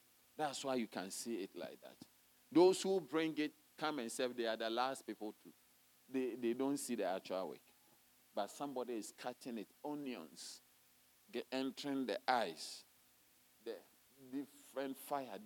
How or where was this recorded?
large echoing room